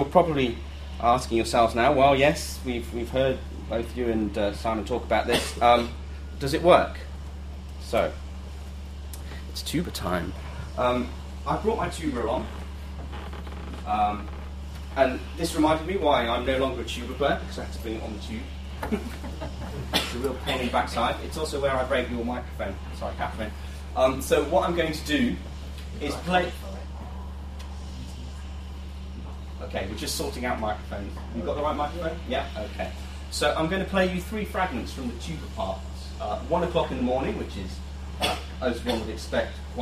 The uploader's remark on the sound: Friday lunchtime lecture